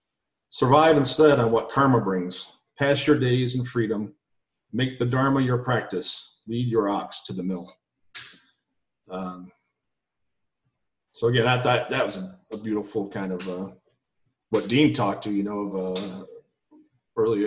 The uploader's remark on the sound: In these virtual Zoom Sangha times.